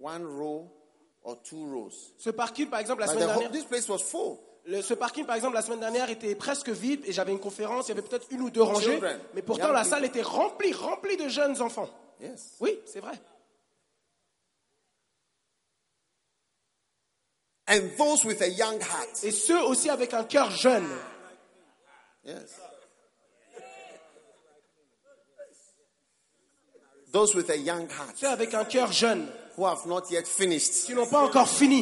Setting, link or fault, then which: setting, live audience